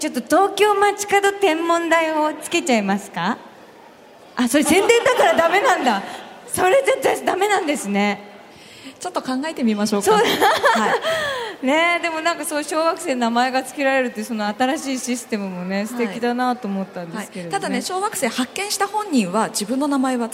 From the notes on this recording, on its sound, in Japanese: 今回はさがみ湖リゾート プレジャーフォレストで行われた公開録音の模様をお届けします。